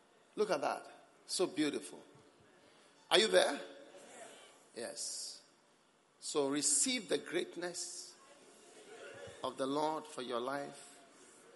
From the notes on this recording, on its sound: Preached at the Christmas Service.